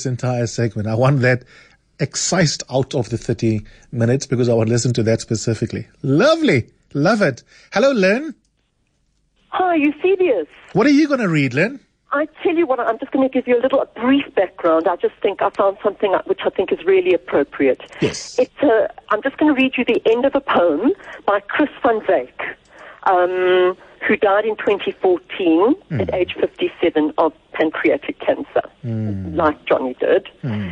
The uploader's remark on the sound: Listeners call in to read